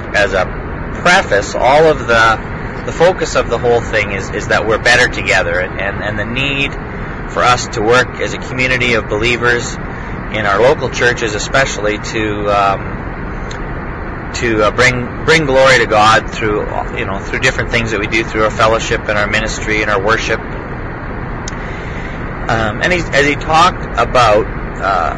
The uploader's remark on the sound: I took the opportunity on my drive today to record a 5 minute podcast.